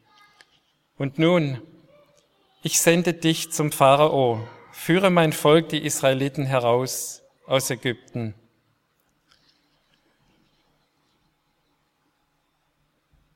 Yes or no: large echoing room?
yes